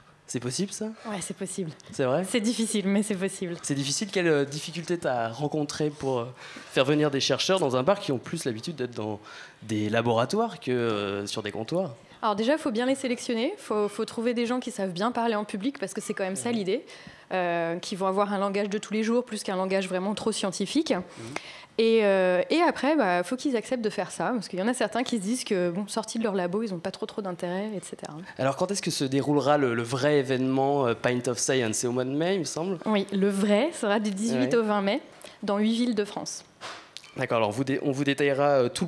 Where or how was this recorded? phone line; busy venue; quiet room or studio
busy venue